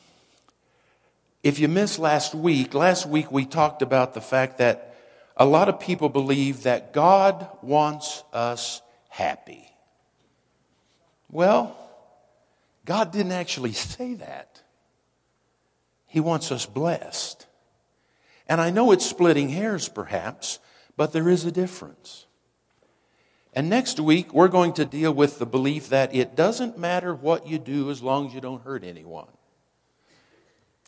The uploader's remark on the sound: Woodland Life Church Live